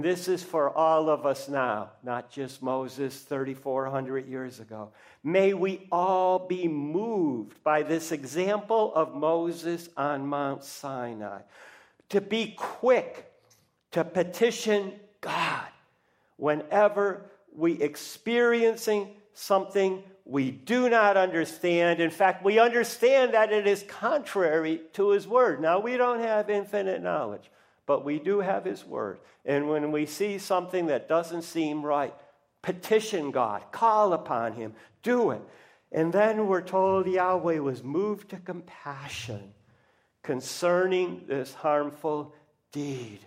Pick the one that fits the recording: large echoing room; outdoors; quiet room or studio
large echoing room